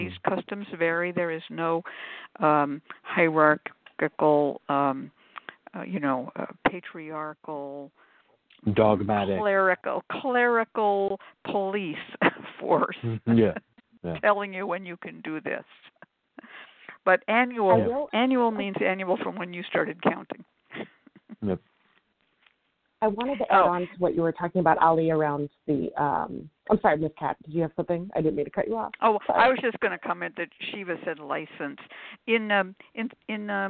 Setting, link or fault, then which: link, phone line